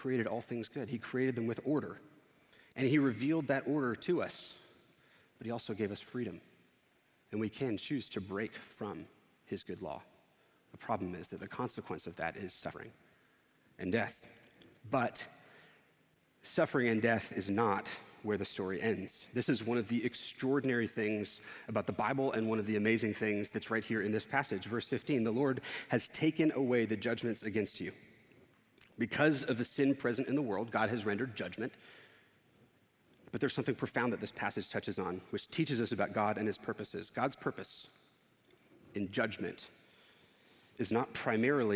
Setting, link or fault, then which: setting, large echoing room